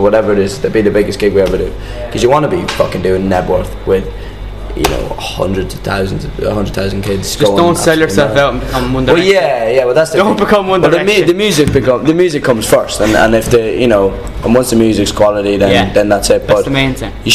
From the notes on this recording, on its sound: I was invited to a sound check.